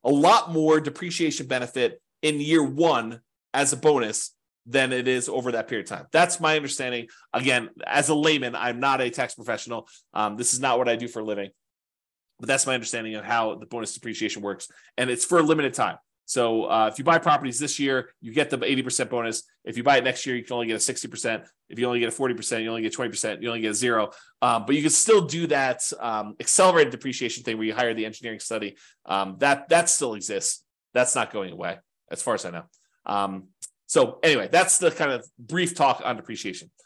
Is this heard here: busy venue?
no